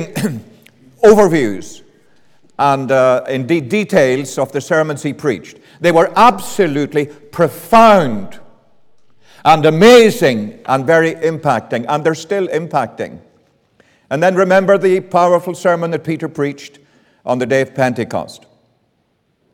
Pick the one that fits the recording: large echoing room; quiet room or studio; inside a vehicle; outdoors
large echoing room